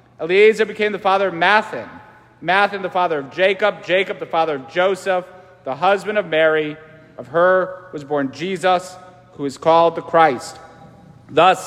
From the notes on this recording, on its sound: St Francis Catholic parish homily